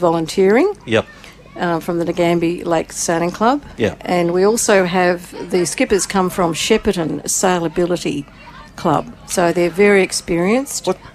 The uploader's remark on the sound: special outside broadcast live from the 2024 Nagambie On Water Festival with thanks to Go Nagambie from Lake Nagambie